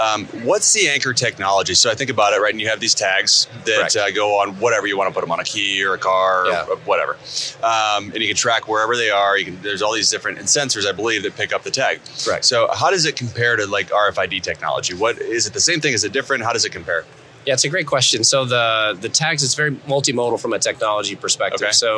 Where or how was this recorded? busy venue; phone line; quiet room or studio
busy venue